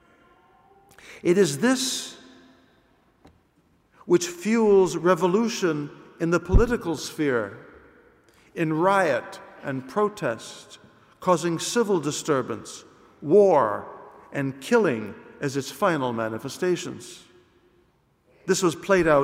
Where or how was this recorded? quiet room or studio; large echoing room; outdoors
large echoing room